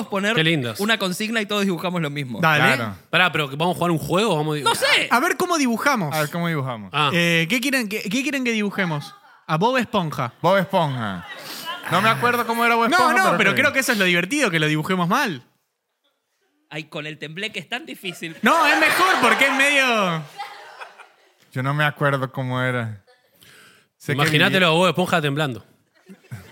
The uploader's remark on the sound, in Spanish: Estamos EN VIVO en el TEATRO CHACAREREAN